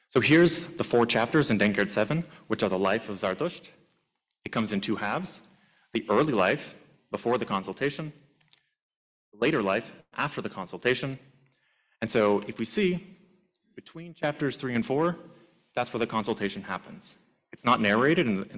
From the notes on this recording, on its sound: This lecture was part of the Zoroastrian Studies Symposium. Which took place at U of T.